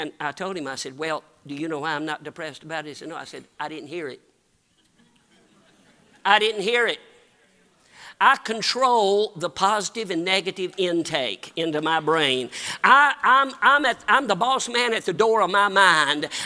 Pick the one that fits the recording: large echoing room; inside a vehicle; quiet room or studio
large echoing room